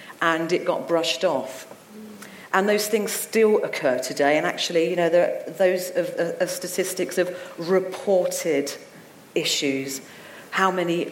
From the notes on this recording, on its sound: St Albans Soroptimists and *The Talent Keeper Specialists hosted a panel debate live from the Sandpit Theatre.